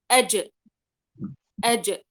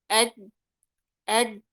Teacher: لأني حبست صوت الحرف، ما طلع صوت الحرف، لكن خروج صوت الحرف الآن إذا قلت أجأ من وسط اللسان وقلقلت الجيم فظهر عندي صوت الحرف، لكن لما انحبست الحرف أد وما أعطيته أي نفس ولا أي صوت، انحبس فيه النفس وانحبس الصوت تماما · Shown in: second take